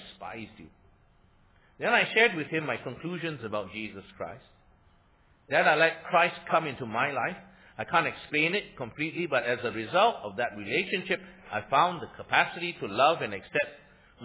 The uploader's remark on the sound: Sermon preached on 27 Mar 2016 – Easter Sunday Worship Services